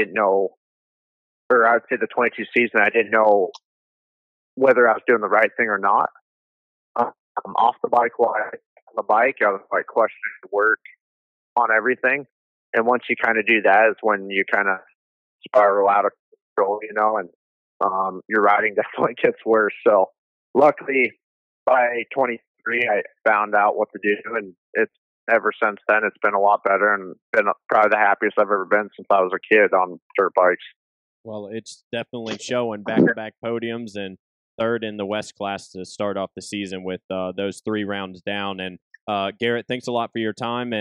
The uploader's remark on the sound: We will have a call-in.